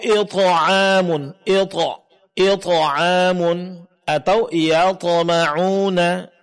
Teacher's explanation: huruf ta tetap dibaca tebal, tidak dipengaruh oleh baris kasor sebelumnya atau huruf tipis sebelumnya. · Term: sifat itbaq